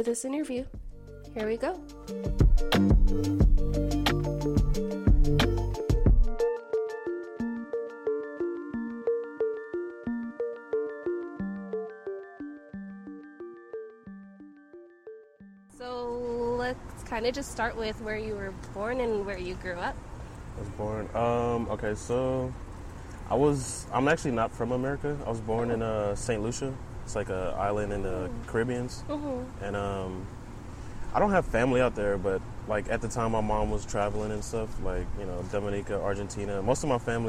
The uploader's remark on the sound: Episode recorded at Buffalo Bayou, Houston